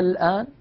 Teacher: لأننا عندما أبدلنا همزة الوصل ألفان صار عندي حرف مد بعده حرف ساكن سكونا أصليا وهو لام التعريف، فنشأ ما يسمى بعلم التجويد مد لازم كلمي مخفف.